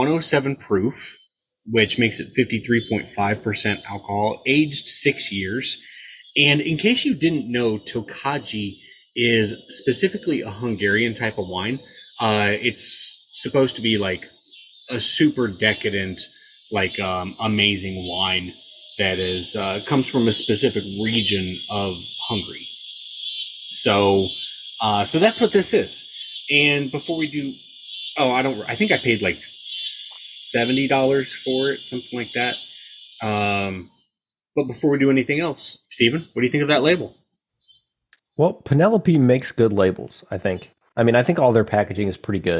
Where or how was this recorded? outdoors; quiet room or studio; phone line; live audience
outdoors